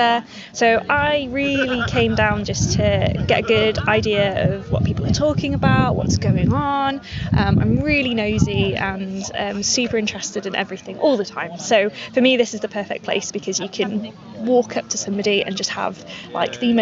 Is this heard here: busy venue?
yes